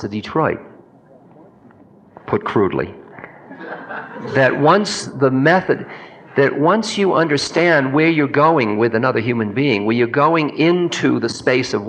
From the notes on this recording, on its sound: In this Q&A session from 1989